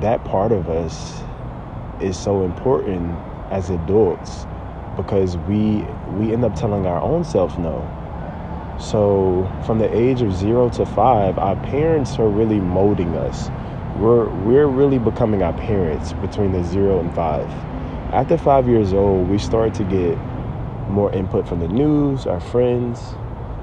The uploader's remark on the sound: This podcast was recorded from a tree!